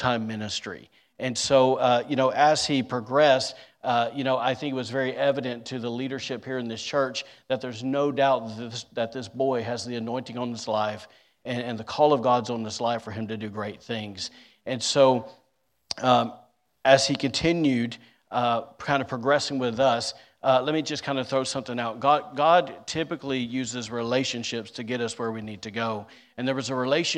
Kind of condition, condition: setting, large echoing room